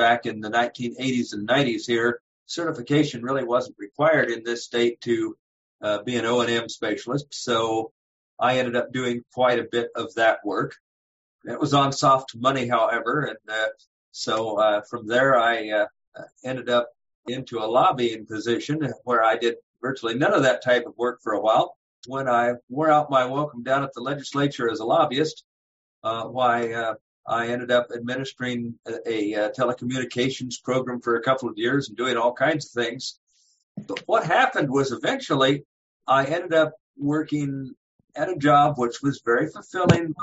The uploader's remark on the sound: CCLVI ZOOM call with Certified orientation and mobility specialist. Recording includes a question and answer session.